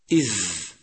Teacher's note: حرف الذال حرف رخو يجري الصوت عند النطق به